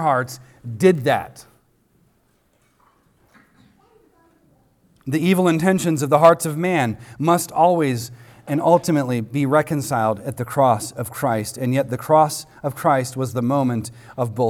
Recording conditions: live audience